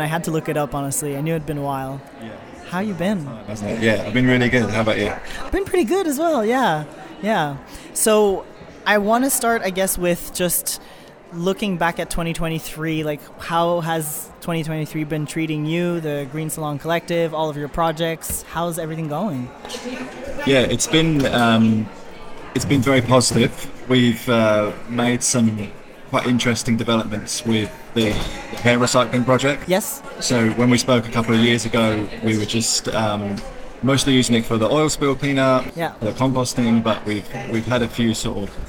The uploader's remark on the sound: Live From the Salon Owners Summit 2024